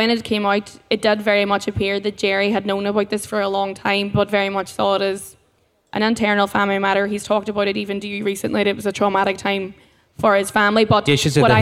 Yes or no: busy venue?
yes